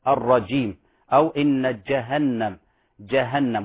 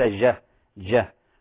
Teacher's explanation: كذلك لعلي أنبه الإخوة على مسألة تعطيش الجيم في قوله أعوذ بالله من الشيطان الرجيم. الجيم لا تعطش، فهي من شجر اللسان ولا تعطش · Shown in: first take · الرجيم أو إن جهنم، جهنم وليس جه جه، فلا تعطش الجيم.